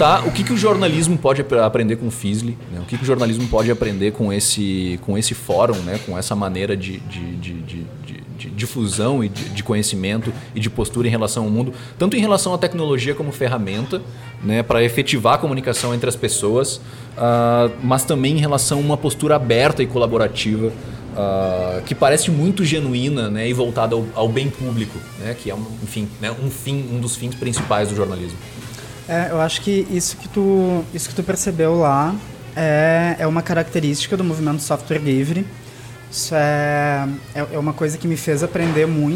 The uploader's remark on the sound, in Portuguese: O bate-papo foi gravado no Café do Duque, no Centro Histórico de Porto Alegre, em setembro de 2016.